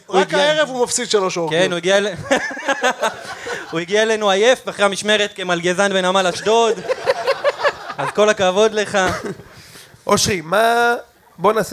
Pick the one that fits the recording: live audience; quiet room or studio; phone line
live audience